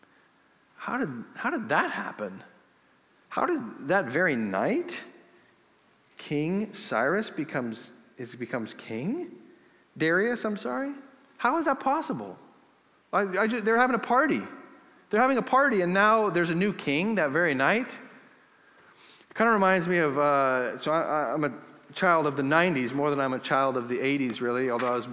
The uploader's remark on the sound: This episode was recorded in Northgate Church's Sunday service. We started the service with preaching and then sang in response to the preached word.